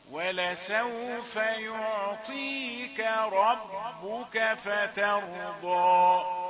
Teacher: يعطيك كاف رقيقة ثم تأتي الراء مفخمة